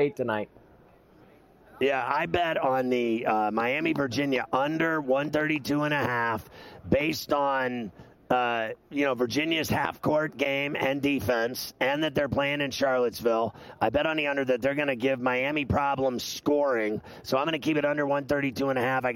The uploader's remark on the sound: Live From Radio Row in Las Vegas!